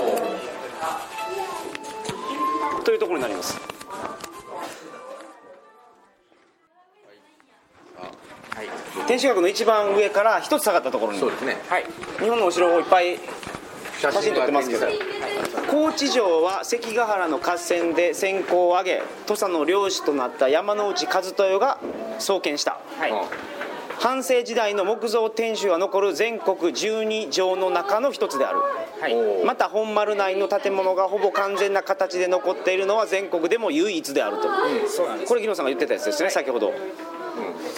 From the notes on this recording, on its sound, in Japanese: 高知県の観光スポットでロケ収録その２（高知市立自由民権記念館、高知城）。高知県の観光名所に実際に行って収録をするという企画その２です。